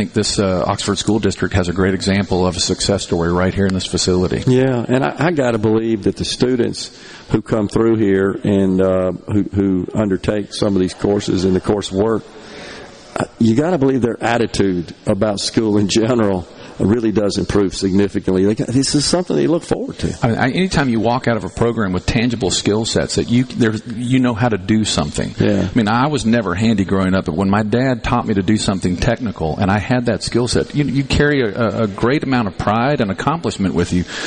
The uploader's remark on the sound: MidDays is LIVE from Oxford High School for the Ribbon Cutting Ceremony at the Center for Applied Engineering on the Oxford HS campus